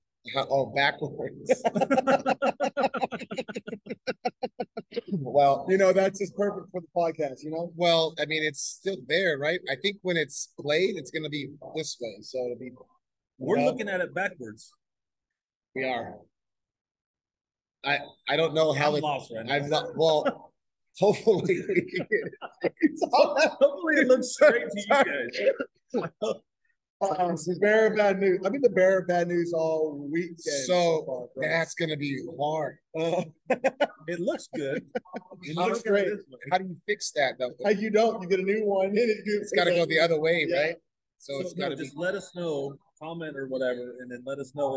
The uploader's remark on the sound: live at CA USA Wrestling Kids Folkstyle State Championships